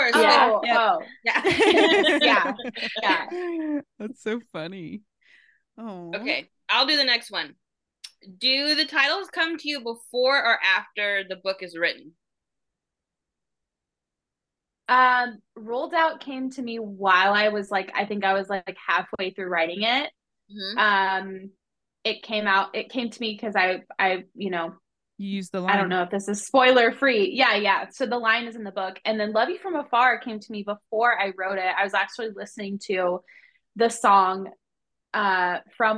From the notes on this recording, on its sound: We got the amazing privilege to host a Zoom meeting interview with upcoming author.